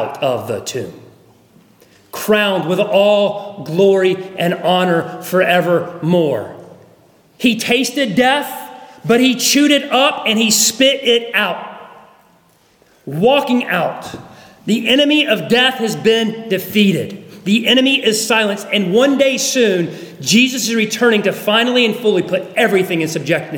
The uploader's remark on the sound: at Arlington Baptist Church in Arlington, Virginia